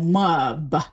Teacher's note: what we'll do is we'll sort of insert an extra vowel between the M and the B. So mub would be more like we pronounce that.